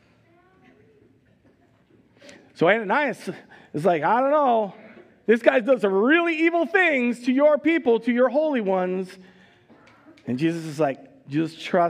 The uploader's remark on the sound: Recorded live at Word of Life Church in Le Sueur, Minnesota on March 20, 2022.